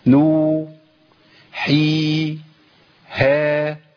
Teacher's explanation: ما ينفعش، لازم نوحيها حركتين حركتين حركتين